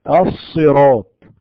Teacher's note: صوت الصاد وفيه زيادة عليه هذا الصوت الذي يسمى الصفير